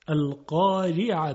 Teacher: حرف را باید خیلی ظریف ادا بشه. چرا؟ چون کسره داره. · Term: ترقیق